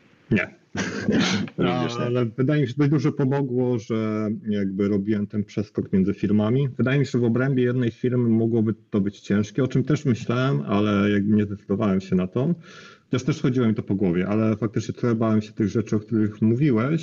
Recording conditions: video call